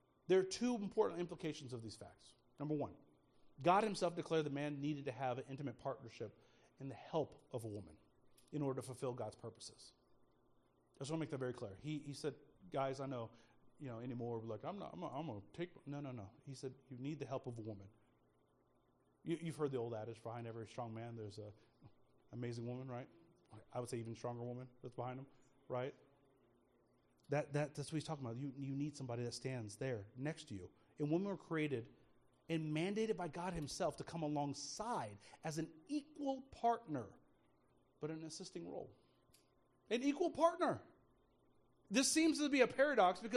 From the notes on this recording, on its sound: speaking at Soma Community Church in Jefferson City, MO on Sunday Morning 18 February 2024